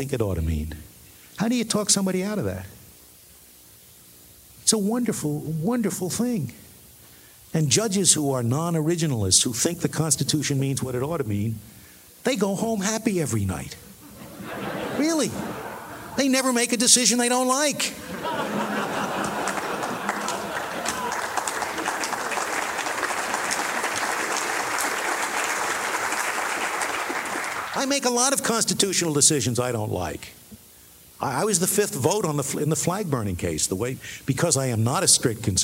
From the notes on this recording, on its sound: The Acton Institute's 7th Annual Dinner in Grand Rapids, Michigan. His remarks to those gathered at Acton's Annual Dinner.